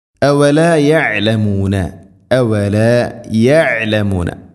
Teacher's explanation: ഐൻ മഖ്റജ് ശ്രദ്ധിക്കണം, തൊണ്ടയുടെ മധ്യഭാഗം. യഅലമൂന, യഅലമൂന എന്നല്ല.